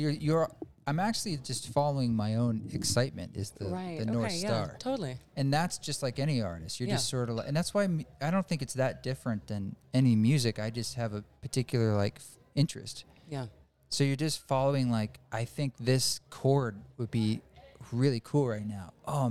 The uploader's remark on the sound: This abridged episode was recorded at DoubleBlind Magazine's first psychedelic festival Mycologia